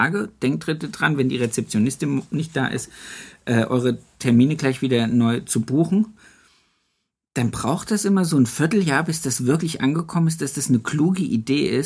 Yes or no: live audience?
no